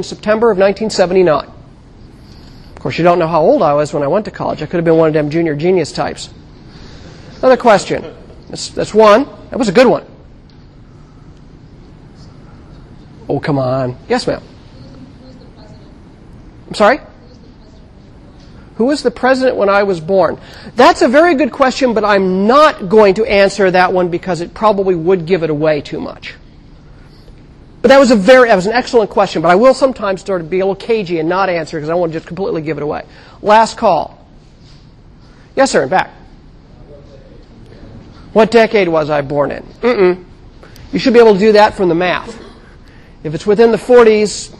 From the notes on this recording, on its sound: Recorded 2007 Oct 29 in 1000 McPherson Lab on the Columbus campus of The Ohio State University. Recorded 2007 Oct 29 in 1000 McPherson Lab on the Columbus campus of The Ohio State University.